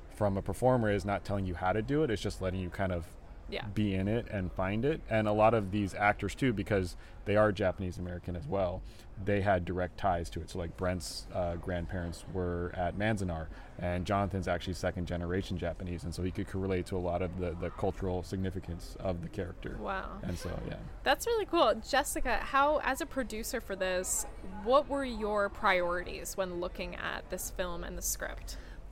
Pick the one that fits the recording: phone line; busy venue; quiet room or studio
busy venue